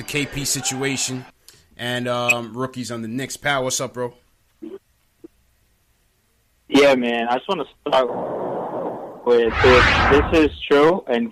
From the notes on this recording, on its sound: take live phone calls from fans around the world